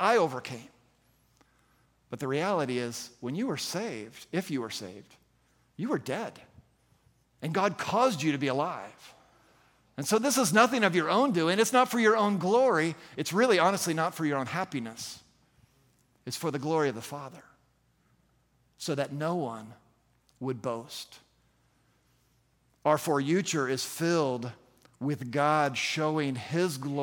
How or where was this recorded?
large echoing room